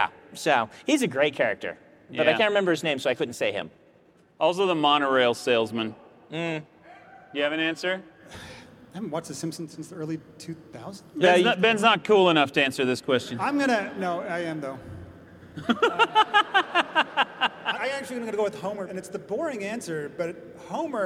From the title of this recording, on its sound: Live Q&A at Dragonsteel 2023!